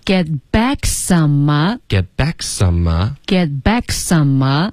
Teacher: 大家注意这个 k 和 s 的音呢要连发，一直发到这个 a 的音